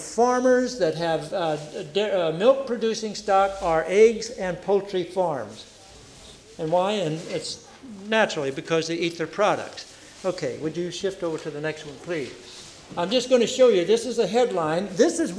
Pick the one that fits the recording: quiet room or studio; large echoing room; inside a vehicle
large echoing room